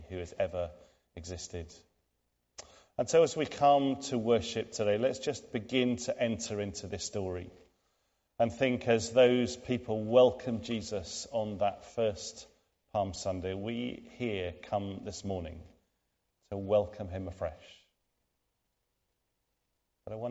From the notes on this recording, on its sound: Recorded at the 10:00 service on Sunday 3rd April 2023 at All Saints Church, Malvern.